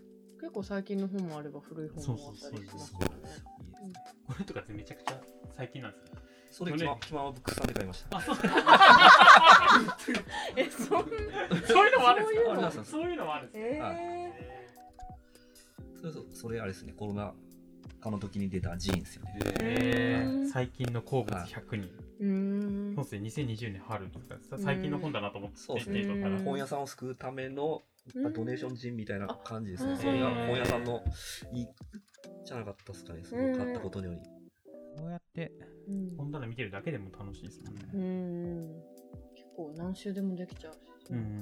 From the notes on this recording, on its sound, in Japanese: 引き続き、収録はポロポロ書店の店内で行なっています。相変わらずノイズ多めですが、悪しからず。